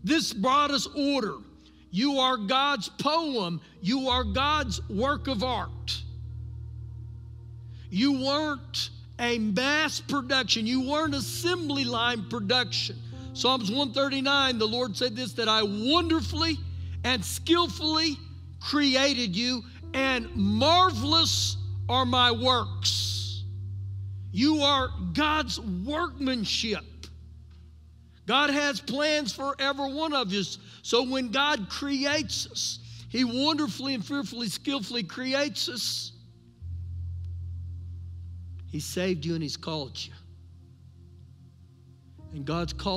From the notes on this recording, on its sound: Recorded live during our Sunday morning service